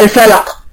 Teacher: يعني مثلا الفلقي لما حاف عليه هتبقى ساكنة، يبقى الفلق، او سكون اصلي زي لم يلد. دي القلقلة الكبرى اللي هو الساكن الموقوف عليه، سواء كان سكون أصلي أو سكون عارض